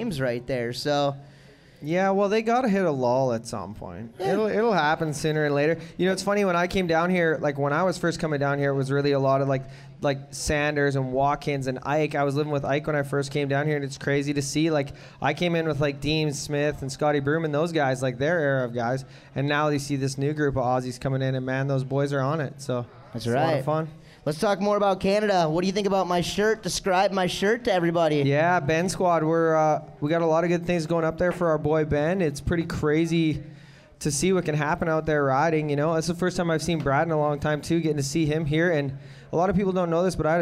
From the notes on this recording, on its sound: Live at Performance Ski & Surf. In front of a live audience. During registration for the 2017 Nautique Wake Open, presented by Rockstar Energy.